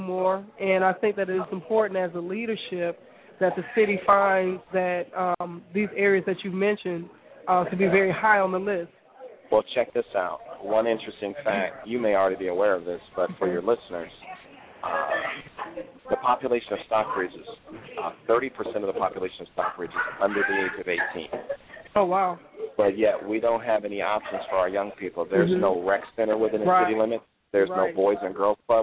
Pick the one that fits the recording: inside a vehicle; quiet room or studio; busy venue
busy venue